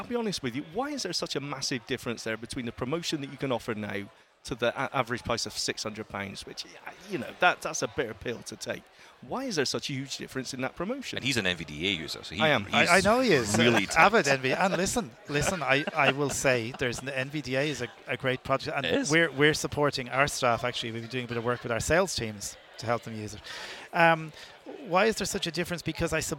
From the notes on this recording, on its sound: interviews we have recorded at Sight Village